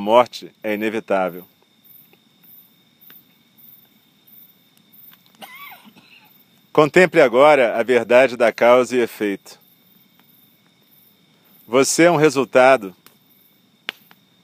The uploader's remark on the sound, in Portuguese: Meditação do espaço aberto, realizada ao ar livre, de noite, em volta da fogueira (é esse o crepitar que se escuta na gravação).